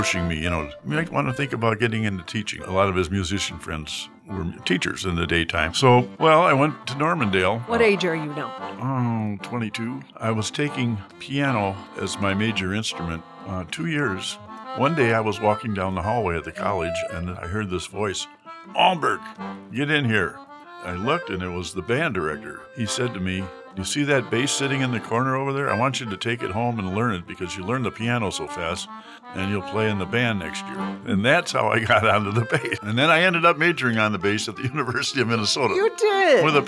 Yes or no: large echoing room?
no